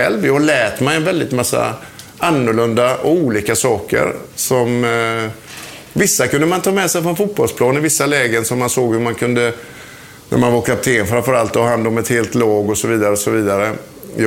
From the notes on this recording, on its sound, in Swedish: Inspelningen ägde rum inför publik på resturangbåten Nordens Ljus som ligger förtöjd i Karlbergskanalen i Stockholm.